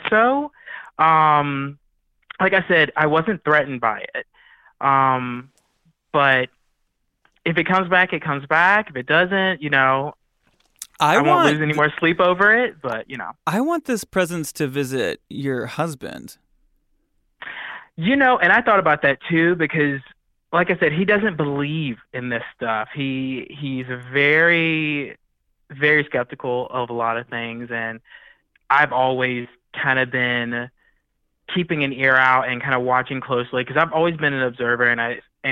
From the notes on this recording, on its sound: chats on the phone with four more listeners